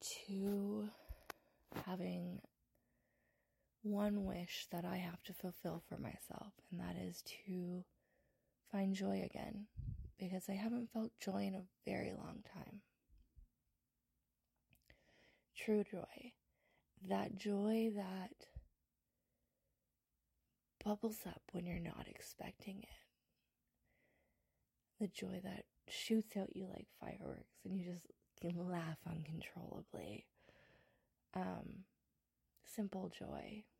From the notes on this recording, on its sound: Recording on the cell and talking real low...not great for sound.